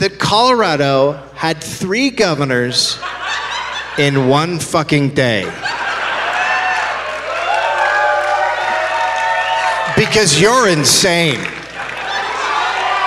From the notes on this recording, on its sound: Live from the Oriental Theater in Denver, Colorado.